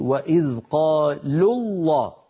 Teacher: وإذ قالوا الله، قالوا اللام لام قالوا بينها وبين لفظ الجلالة واو الجماعة، لكن واو الجماعة هذه سقطت من اللفظ لا من الخط وصلا للتخلص من التقاء الساكنين، فنقول وإذ قالوا الله، فاللام لام قالوا هي التي جاورت لفظ الجلالة وهي مضمومة، لذلك نفخم اللام